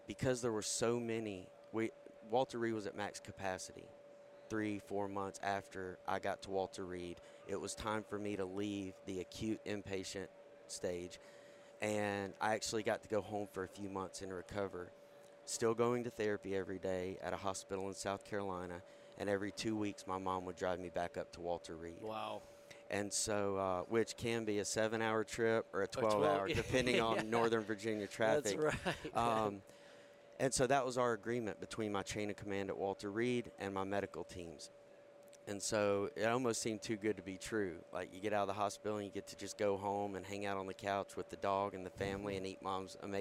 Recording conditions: busy venue